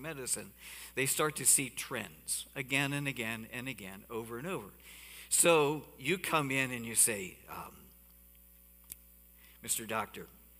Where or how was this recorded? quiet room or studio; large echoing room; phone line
large echoing room